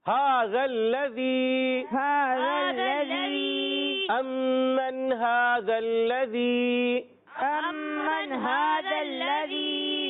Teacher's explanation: زال کو زا نہیں کرنا